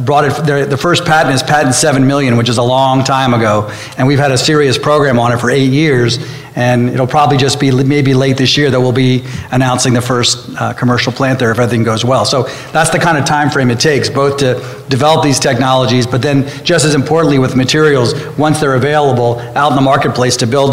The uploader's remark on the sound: Live from the floor of ABLC - the leadership conference for the bioeconomy